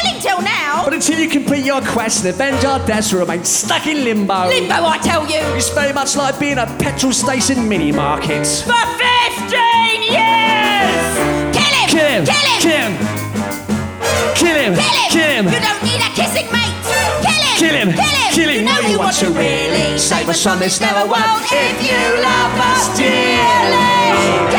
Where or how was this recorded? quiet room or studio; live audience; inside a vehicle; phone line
live audience